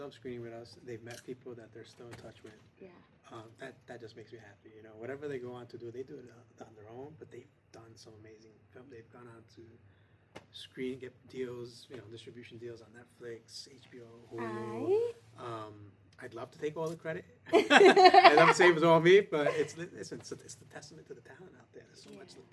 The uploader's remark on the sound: Live from the Regal Essex Crossing movie theatre in NYC. The Katra LatinX Film Festival returns to Regal Essex Crossing in the Lower East Side of Manhattan.